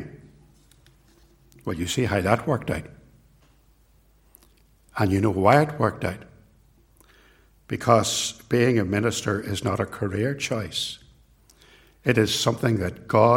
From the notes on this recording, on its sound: It was recorded at TRC.